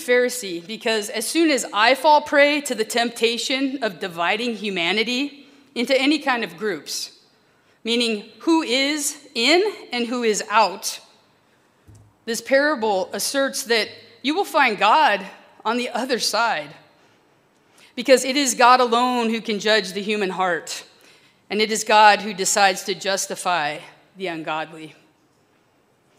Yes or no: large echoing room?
yes